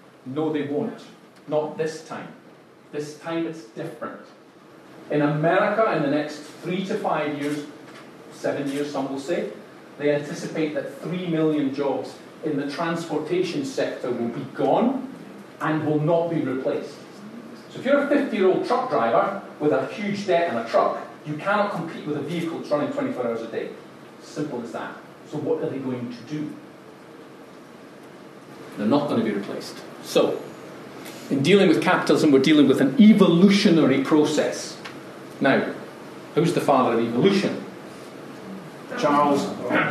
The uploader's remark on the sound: Live TEDx Style Talk - London Feb 2019